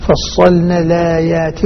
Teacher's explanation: هذا النقل لما تنقل حركة الهمزة تسقط الهمزة. فصلنا الآيات وسط البدل فصلنا الآيات.